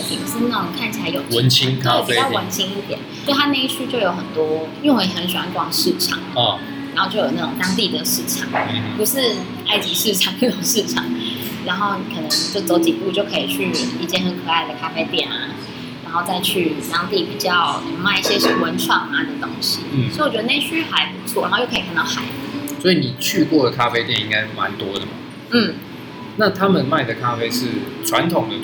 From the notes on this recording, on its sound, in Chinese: 本集白噪音指數：柔風級 3/5。錄音地點： 三亞米 Sunyummy，土語系學妹開的店。